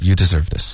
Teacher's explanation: 这里我们的这个 v 的音呢，跟后面 this 要连发过去